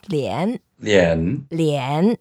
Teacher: 脸, it's a third tone.